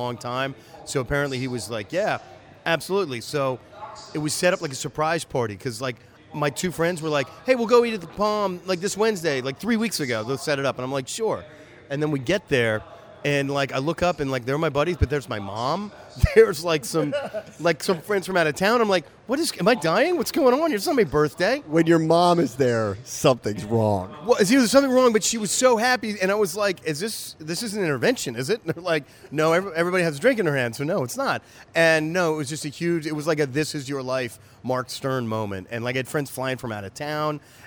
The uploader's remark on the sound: There’s no better place for our resident pair of degenerates to record their latest show than the racetrack. Posted up at Laurel Park for Maryland Millions Day. Taking wild race predictions from a nearby pair of mother-daughter prognosticators.